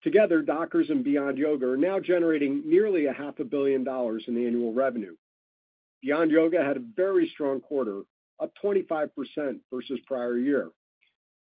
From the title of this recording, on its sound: Webcast Third Quarter 2023 Earnings Conference Call